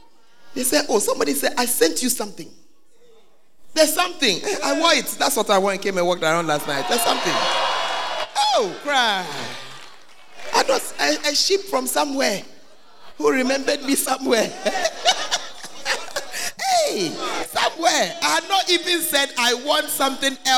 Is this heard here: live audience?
yes